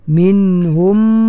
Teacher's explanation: Mim mati. Ataupun mim sukun bertemu dengan mim. Idgham mislain, dirapatkan betul-betul bibir mulut.